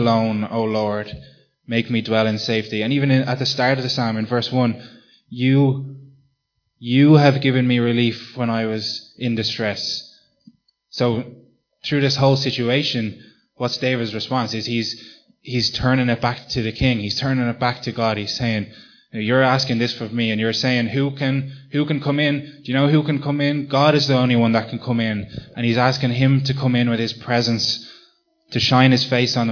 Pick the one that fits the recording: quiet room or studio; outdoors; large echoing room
large echoing room